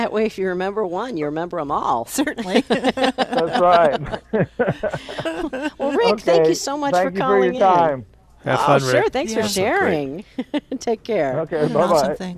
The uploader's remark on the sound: Plant Experts Live at Prairie Gardens. Every Saturday morning live from Prairie Gardens.